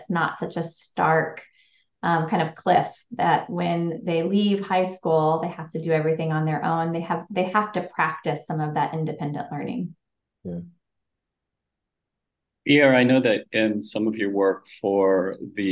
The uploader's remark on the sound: These episodes are recorded live using a webinar platform to encourage questions from alliance members and other listeners.